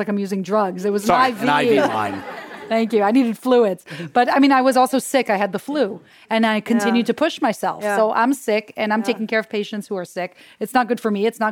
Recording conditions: live audience